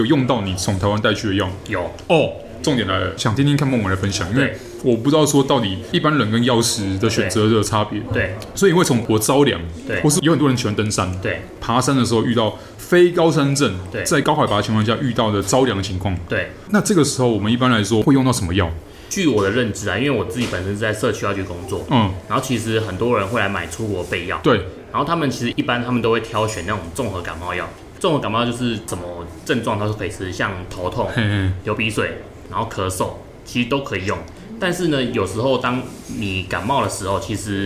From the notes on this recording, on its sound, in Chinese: 本集白噪音指數：蚊風級 1/5。錄音地點： 齊客咖啡 The Gathering Cafe。